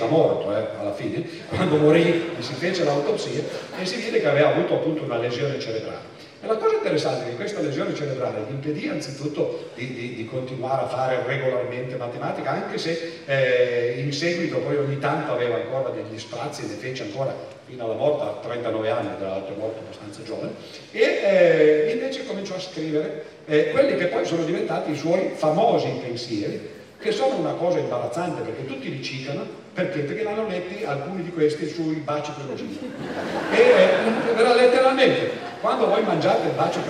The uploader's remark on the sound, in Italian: Festival della Mente, Sarzana.